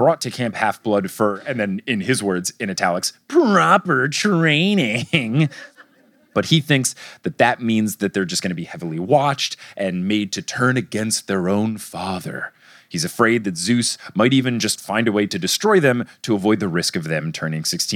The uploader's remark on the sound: LIVE in Detroit!